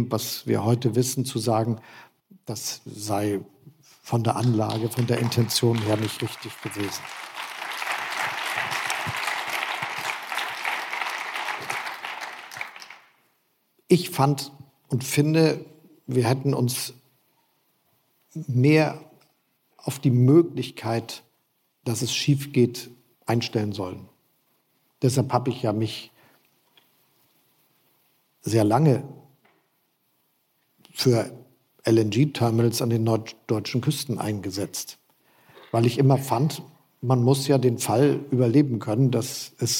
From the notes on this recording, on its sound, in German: Das Gespräch ist eine Aufzeichnung der Veranstaltung "Lange Nacht der ZEIT 2023". In Hamburg vor Publikum stattfand und per Livestream übertragen wurde.